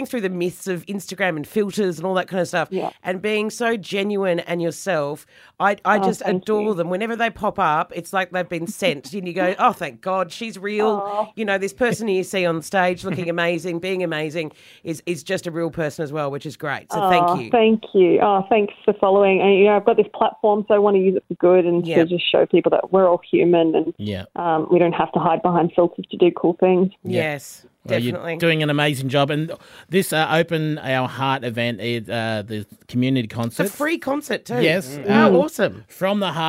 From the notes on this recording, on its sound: Lismore Community Event. Jumped on the phone for a chat.